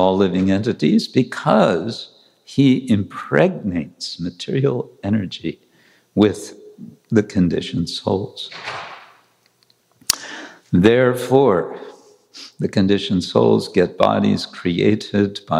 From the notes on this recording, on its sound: Lecture from New York ISKCON temple.